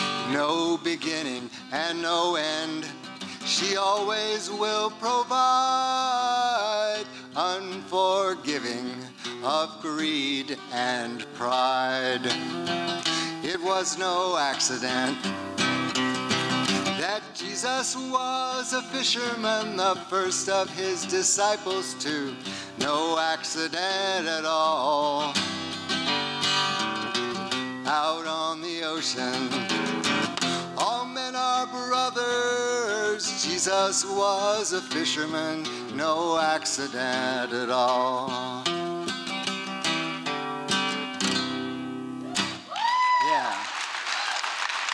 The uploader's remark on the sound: 2023 FPG-Liberty Theatre-Friday Night. Recorded at the Liberty Theatre on Friday, February 24th, 2023.